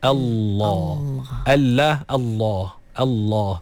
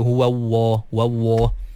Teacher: Jadi sebenarnya Allah tu lam. Dia lam. Lam yang tebal. · Shown in: first take